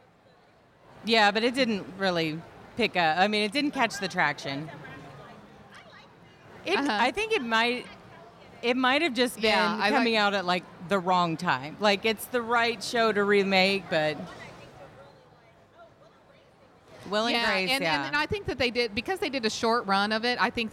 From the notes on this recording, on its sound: We are coming to you LIVE from Comicpalooza 2021 with a show from the floor. The audio isn't up to our usual standard since it was recorded on the convention floor next to other panels.